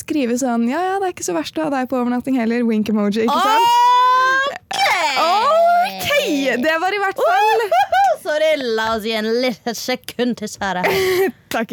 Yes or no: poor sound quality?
no